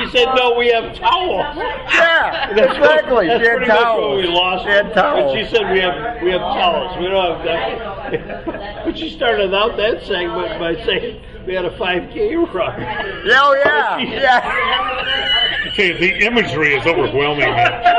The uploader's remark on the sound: WLCS, WEFG, and Talk n Tunes reunion at the Pop a Top in Muskegon.